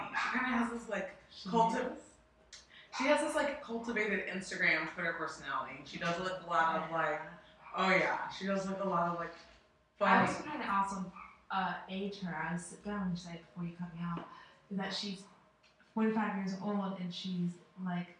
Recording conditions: poor sound quality